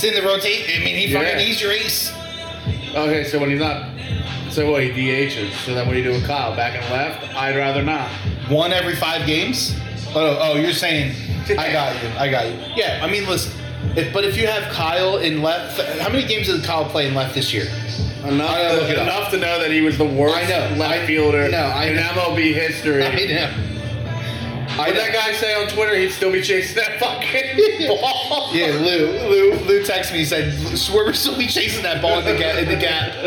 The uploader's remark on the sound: We did a thing...live from TimeOut sports bar in Skippack...and of course...we had technical difficulties.